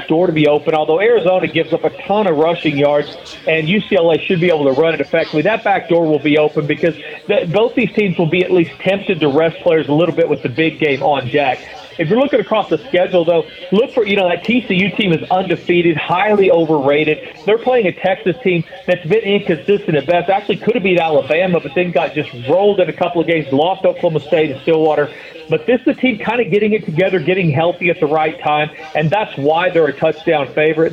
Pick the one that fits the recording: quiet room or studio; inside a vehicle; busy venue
busy venue